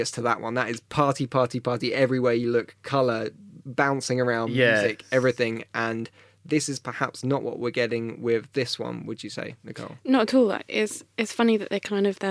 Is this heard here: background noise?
no